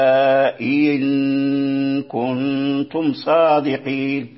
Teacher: الهمزة الثانية ياء خفيفة الكسر، يعني تكسر هذه الياء المبدلة تكسرها كسرا خفيفا يعني كالاختلاس، فتقرأ هؤلاء إن كنتم صادقين، ليس بدلا وكذلك ليس تسهيلا